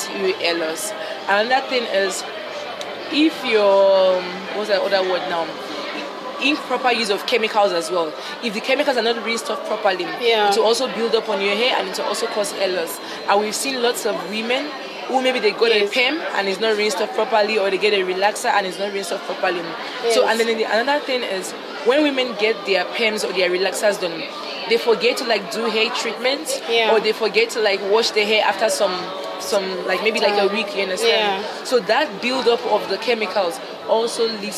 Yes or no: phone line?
no